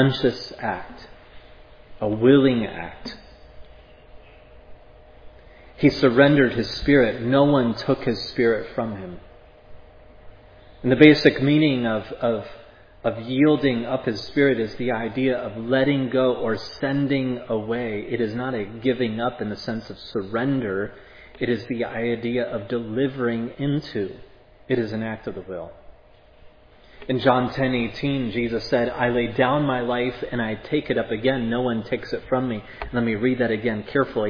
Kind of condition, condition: setting, large echoing room